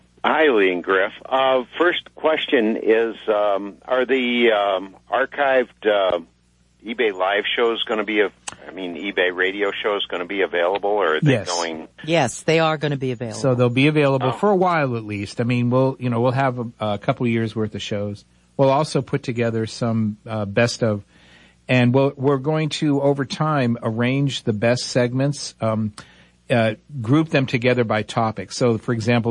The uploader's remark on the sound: Open phones